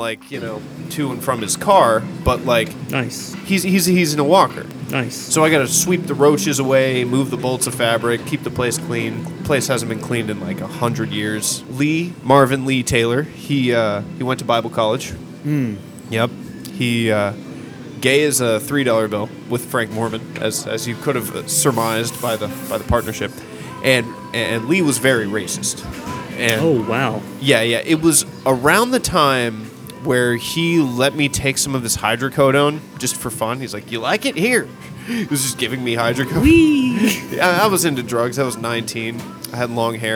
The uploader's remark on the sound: Live at Starbucks